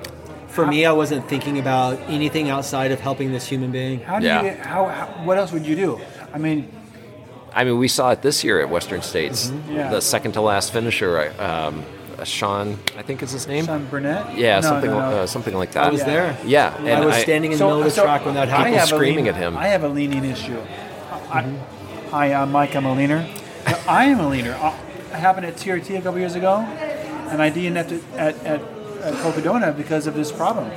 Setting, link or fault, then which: setting, busy venue